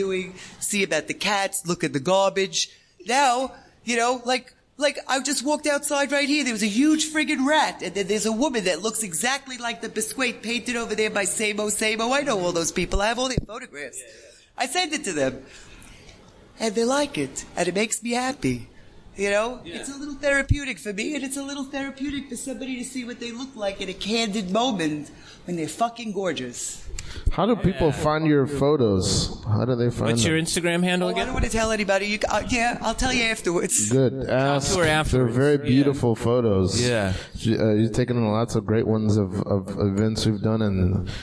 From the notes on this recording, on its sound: Live from The Tiny Cupboard. Stoner Morning Show is live every Monday night at The Tiny Cupboard in Bushwick, Brooklyn NYC.